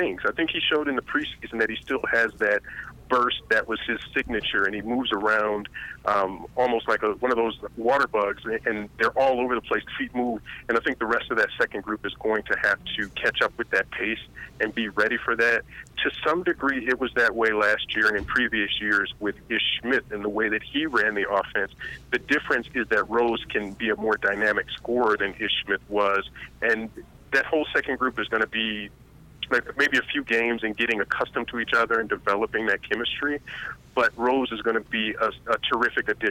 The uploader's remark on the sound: joined on the phone